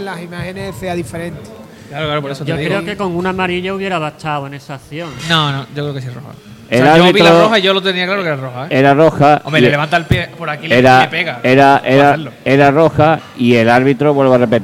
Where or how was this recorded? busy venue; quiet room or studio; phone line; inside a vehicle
busy venue